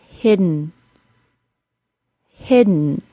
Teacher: I stop the air as normal for the D sound, but I don't release it normally. Instead, I move immediately into the N sound. I'm going to say the word hidden without the nasal plosion, then with it. · the D sound is released out our nose instead of our mouth. That is called a nasal plosion.